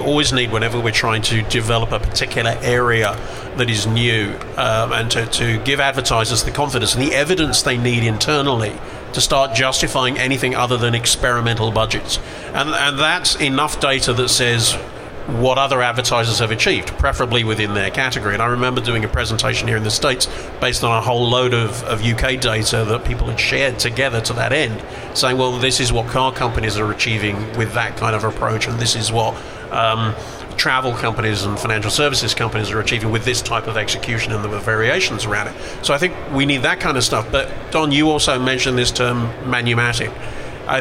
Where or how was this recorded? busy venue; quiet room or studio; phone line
busy venue